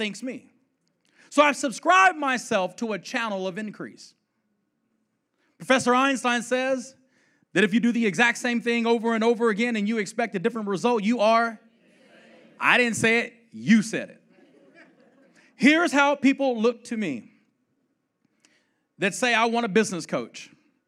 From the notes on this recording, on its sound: the 2018 L3 Conference segment